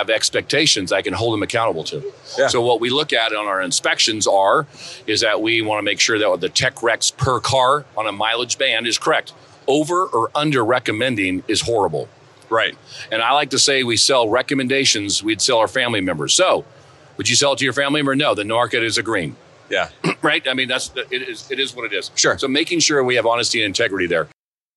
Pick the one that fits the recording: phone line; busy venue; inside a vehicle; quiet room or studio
busy venue